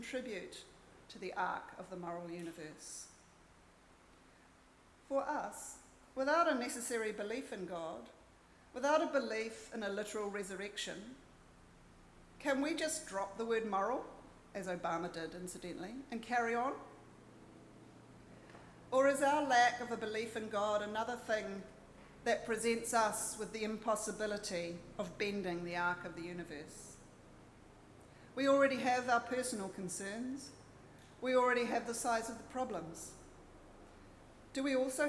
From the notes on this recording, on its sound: Recorded at Auckland Unitarian Church 21 January 2024